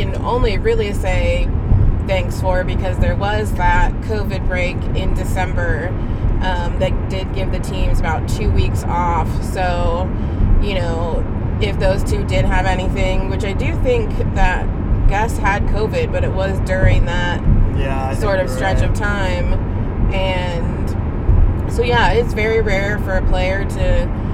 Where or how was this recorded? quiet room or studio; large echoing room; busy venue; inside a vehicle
inside a vehicle